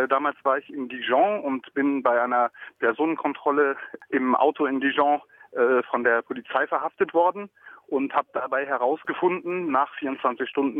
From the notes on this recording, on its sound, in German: In den letzten Minuten des Mittagsmagazins spontan am Telefon.